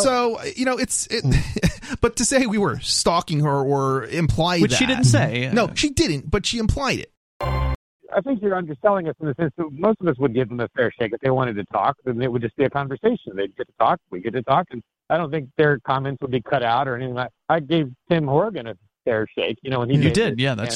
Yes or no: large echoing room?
no